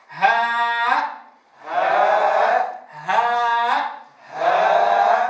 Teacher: كيف تخرج الهاء من أقصى الحلق؟ بالانفتاح الجزئي بين الوترين الصوتيين. · أعطينا الألف حقها من الزمن وفتح الفم، وأعطينا للهمزة حقها من الظهور من خلال النبض